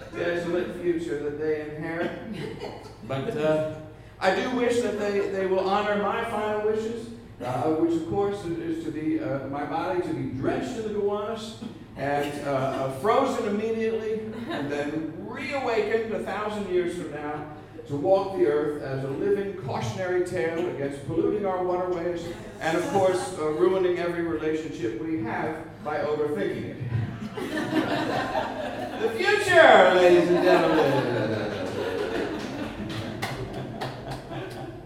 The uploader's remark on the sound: special season finale episode recorded live June 25th, 2014 at The PIT in NYC.